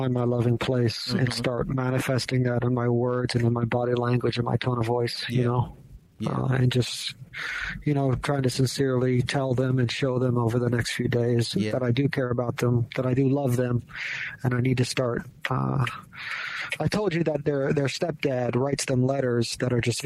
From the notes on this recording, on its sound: THE PHONE CONVERSATION THAT TURNED INTO A PODCAST